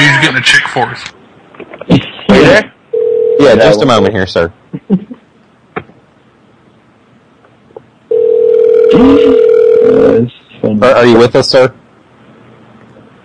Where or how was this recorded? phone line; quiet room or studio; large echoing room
phone line